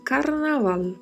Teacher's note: com o R vibrato, o V com leve som de B e o L com o som da língua entre os dentes